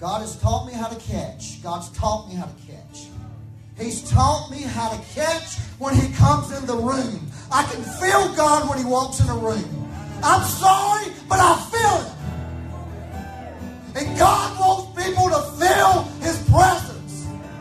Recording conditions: echo